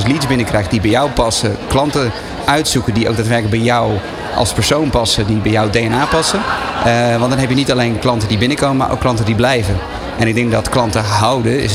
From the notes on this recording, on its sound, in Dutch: De Dag van de ZZP’er 2023 op New Business Radio. De Ondernemer live stond helemaal in het teken van de Dag van de ZZP’er. Vanaf de locatie, Hart van Holland in Nijkerk, deed De Ondernemer live verslag van hét evenement voor zelfstandig ondernemers.